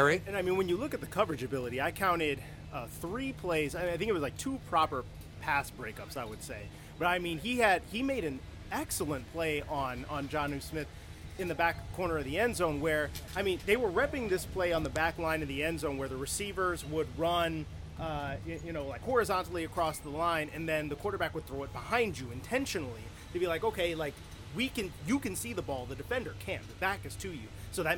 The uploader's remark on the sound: Live from Foxborough! LIVE from day two of Patriots training camp!